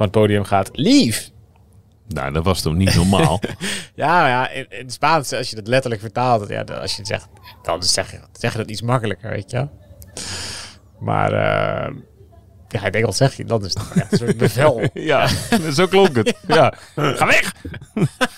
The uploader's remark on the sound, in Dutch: hebben de bus geparkeerd in Bilbao, tegenover het Guggenheim Museum waar op het plein, tijdens de opname, de ploegenpresentatie nog bezig is.